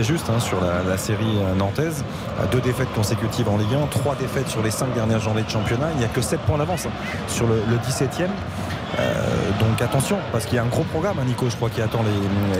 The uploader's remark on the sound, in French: en direct du Parc des Princes